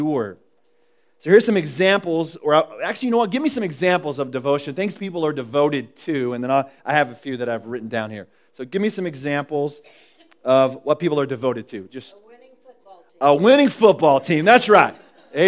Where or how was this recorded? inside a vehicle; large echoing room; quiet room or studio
large echoing room